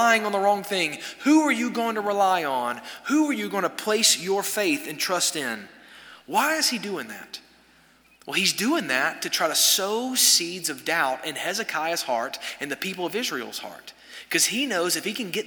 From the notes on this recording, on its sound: This sermon was delivered on January 3, 2024 at First Baptist Church Hendersonville, NC during the Wednesday night Bible study hour.